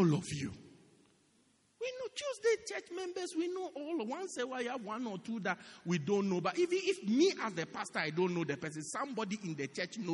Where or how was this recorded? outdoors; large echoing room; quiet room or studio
large echoing room